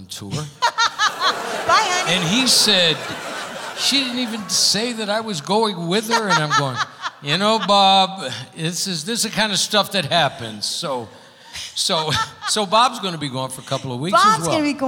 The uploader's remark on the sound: Live at the South Point Casino.